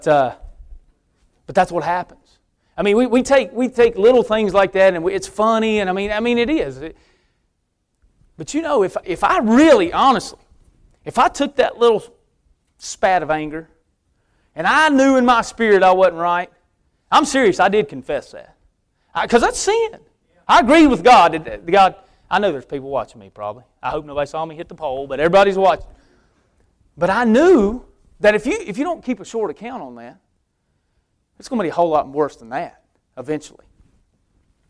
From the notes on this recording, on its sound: preaching at Victory Way Baptist Church